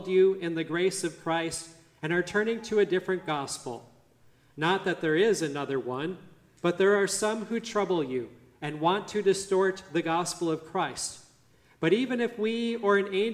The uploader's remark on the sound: Listen to the service at Grace Lutheran Church, Lexington, MO on March 26, 2023.